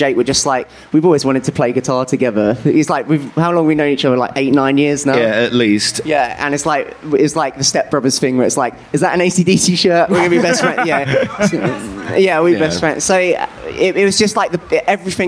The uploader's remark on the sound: We invited them to join us on our live podcast stage show. Open up with the live audience.